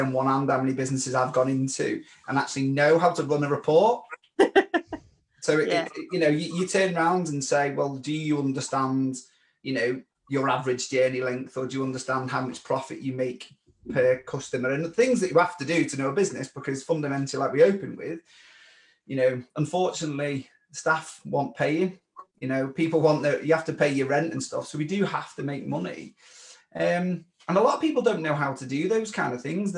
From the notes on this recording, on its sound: In the Covid-19 Therapist group .